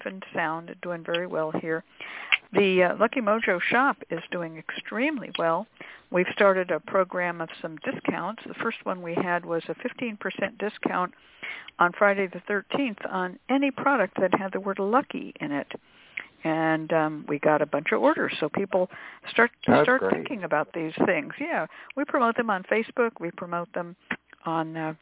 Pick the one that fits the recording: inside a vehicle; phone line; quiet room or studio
phone line